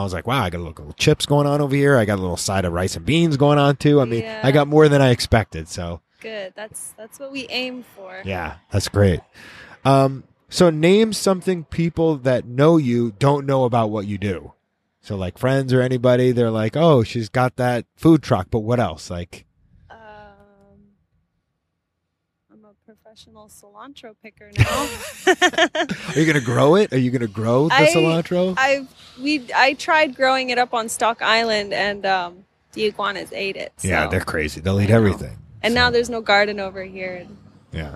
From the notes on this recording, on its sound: Right outside the food truck.